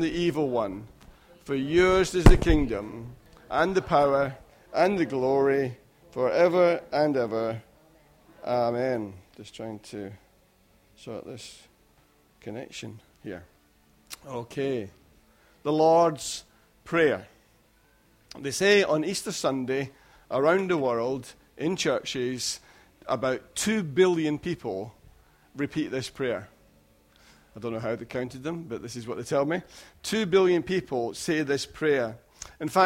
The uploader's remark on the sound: Recorded at freedomcentre church, Preston